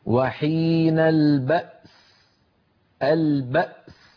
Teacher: الوقف أن يجمع بين ساكنين هكذا وحين البأس أعيد وحين البأس فنسكن الهمزة ثم ننطق السين